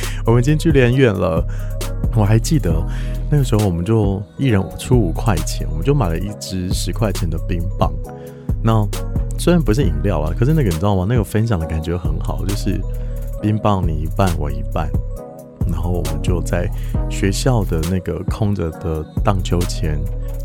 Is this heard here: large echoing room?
no